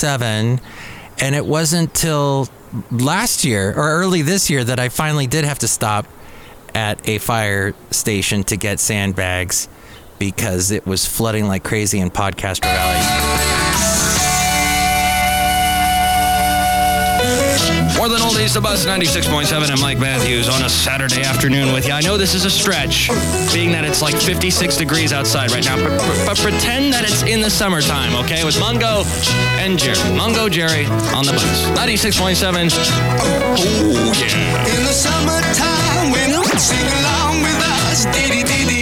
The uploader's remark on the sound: podcasts live from Café Anyway